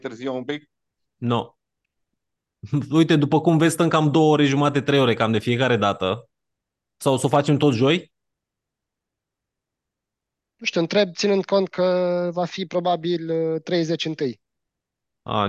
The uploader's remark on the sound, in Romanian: Conferinta Zoom Saptamanala EcomSchool